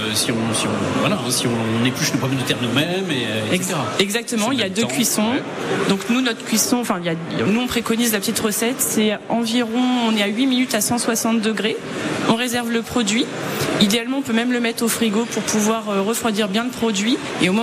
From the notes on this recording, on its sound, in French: Emission spéciale en direct du Salon International de l'Agriculture